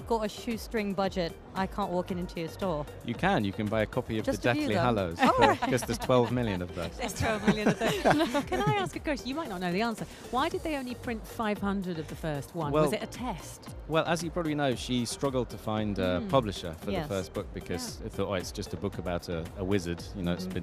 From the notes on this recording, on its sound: Live from Sharjah International Book Fair 2023